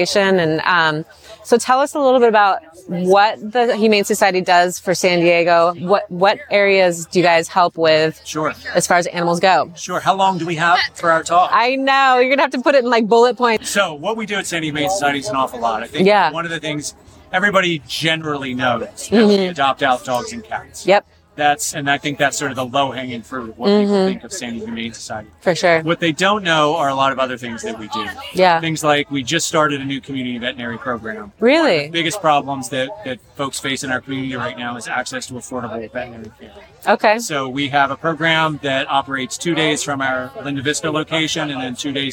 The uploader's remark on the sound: In this episode I am recording on location at the San Diego Humane Society Walk for Animals.